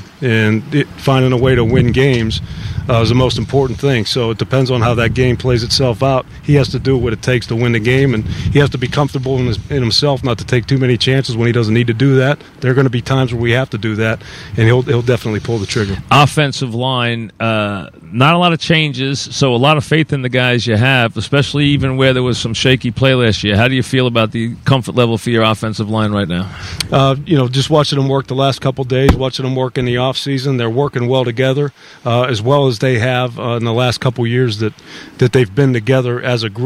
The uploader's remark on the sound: Live from Giant camp.